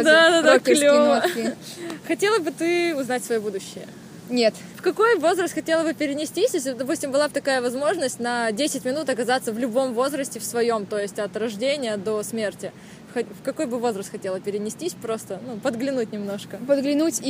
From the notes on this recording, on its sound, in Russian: Записанный совсем не на диване, а в солнечном парке! Звук стал более приятным, надеюсь перепады громкости больше не будут так резать уши.